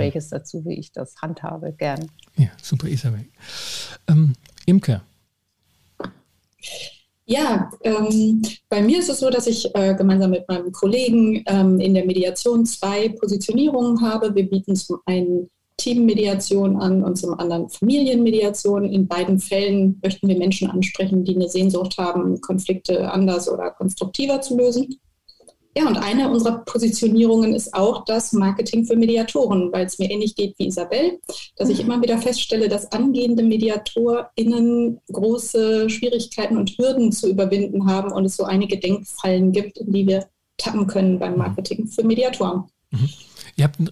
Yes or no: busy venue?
no